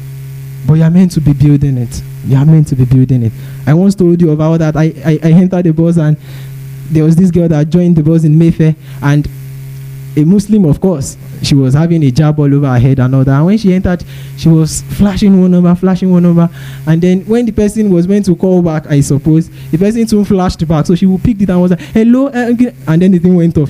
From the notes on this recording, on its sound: Preached at TACSFON OAU in July 2010.